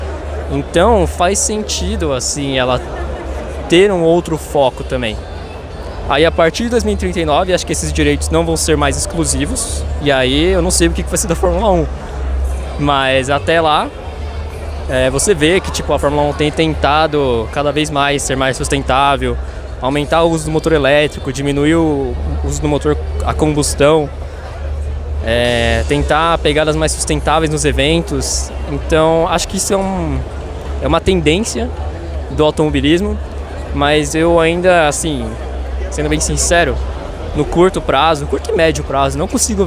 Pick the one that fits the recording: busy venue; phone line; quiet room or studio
busy venue